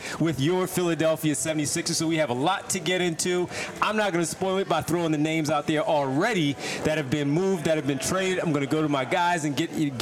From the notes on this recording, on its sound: LIVE from The Chicken or the Egg in Marlton, NJ.